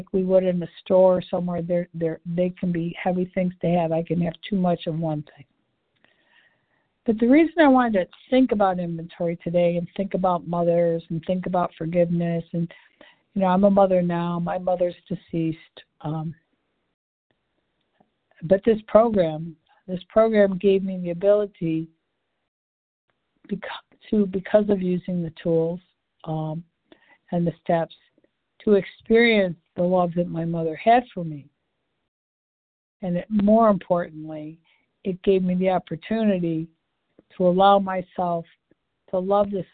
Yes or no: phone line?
yes